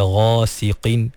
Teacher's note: walaupun qaf tu baris bawah, dia duduk di martabat tafkhim yang paling rendah, tapi tak bermakna qaf tu menjadi nipis sampai bertukar menjadi kaf. Jangan baca ghasiqin, kena baca ghasiqin.